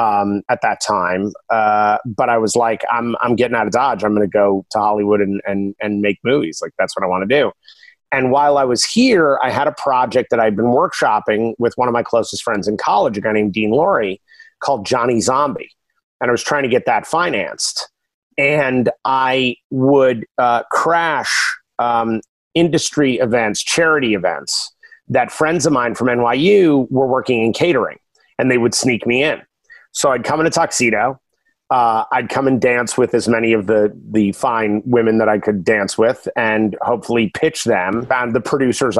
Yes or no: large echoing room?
no